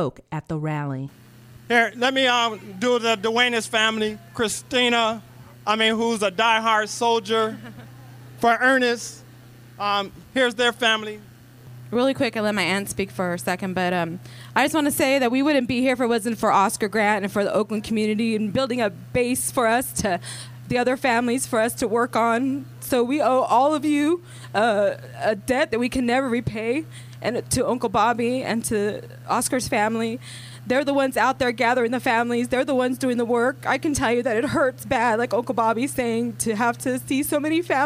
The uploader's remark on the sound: This is a 2015 recording of participants at an Oscar Grant Rally held at the BART Fruitvale Station site in Oakland, CA.